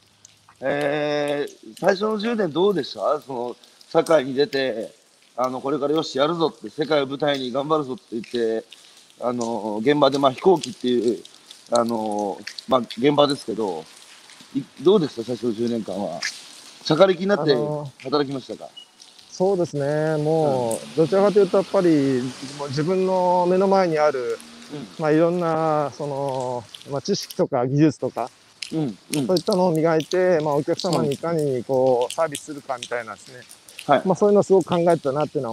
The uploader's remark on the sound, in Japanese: 歩きながら1時間、対談する